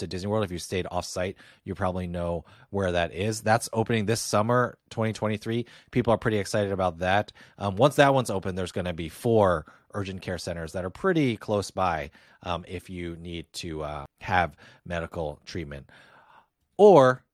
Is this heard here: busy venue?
no